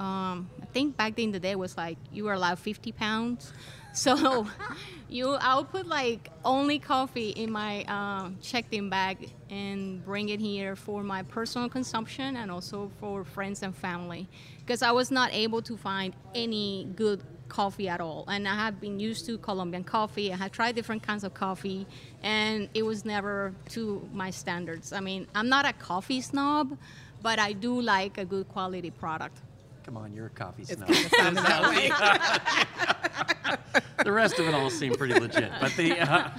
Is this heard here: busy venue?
yes